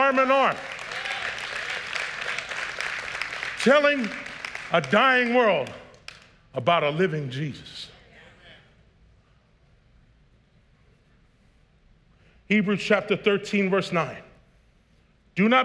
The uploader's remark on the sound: was preached on March 6th at the 10AM service